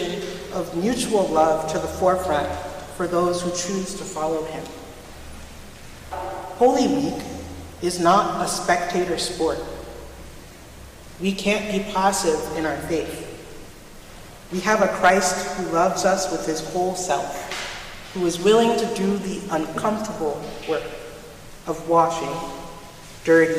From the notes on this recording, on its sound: Recorded at Trinity Church in Princeton, NJ.